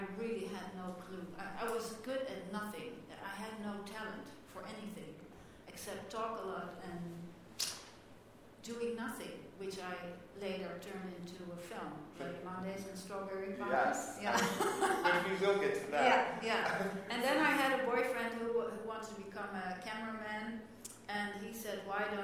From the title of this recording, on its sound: IDFA Industry Talk 18 November 2016